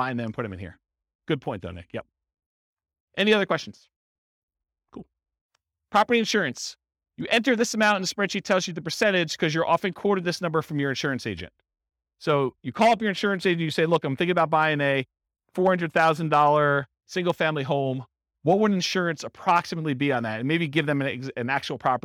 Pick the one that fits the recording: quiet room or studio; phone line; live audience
live audience